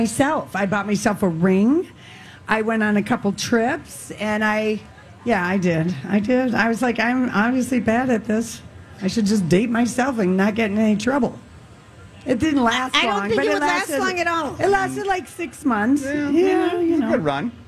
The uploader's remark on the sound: Day 2 at the MN State Fair